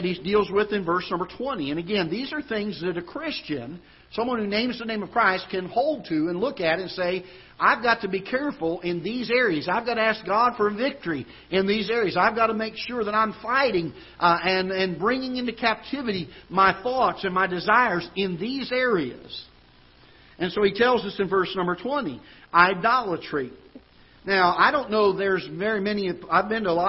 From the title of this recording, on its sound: Ketha Heights Baptist Church ~ Live Broadcast